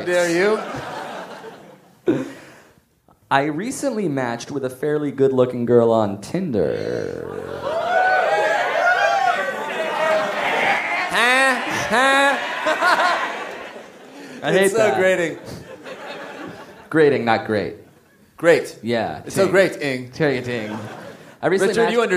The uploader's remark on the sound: Live from Manchester! Recorded at The Lowry in Manchester, UK!